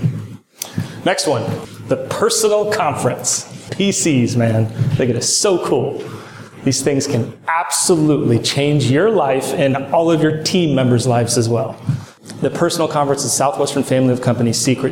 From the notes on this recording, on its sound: Straight from the stage of SWFC's 2021 Strategic Alignment Day